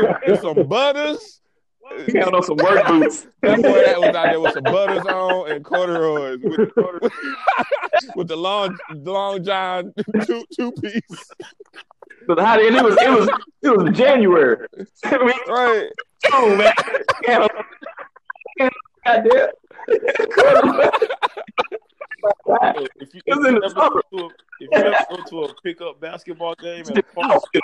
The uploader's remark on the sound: Quarantine Conference Call.